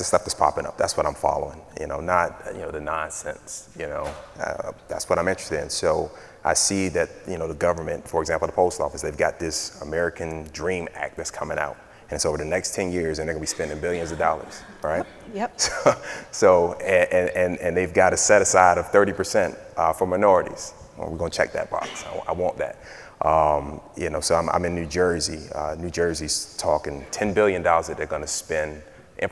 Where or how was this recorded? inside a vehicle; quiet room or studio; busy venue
busy venue